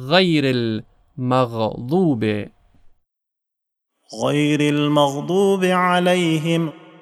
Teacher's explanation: محل تلفظ این حرف نزدیک محل تلفظ حرف خاء هست و شیوه تلفظش شباهت داره با حالتی که انسان آب رو در گلوی خودش قرقره میکنه. اون صدایی که در اون حالت پدید میاد شیوه درست تلفظ حرف غین هست.